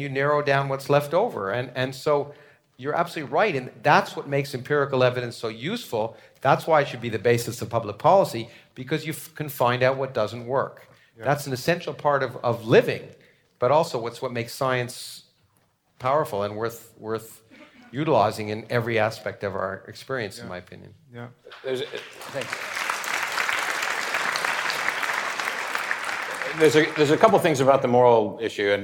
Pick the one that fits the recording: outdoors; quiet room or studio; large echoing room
large echoing room